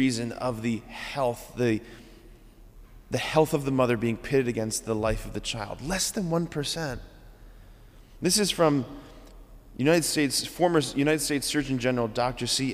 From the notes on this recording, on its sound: This homily on November 7, 2023 at Sacred Heart of Jesus Catholic Church in Wadsworth, OH.